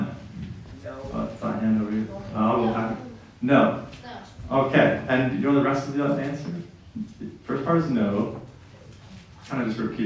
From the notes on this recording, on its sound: messages preached at Riverside Bible Camp in 2023.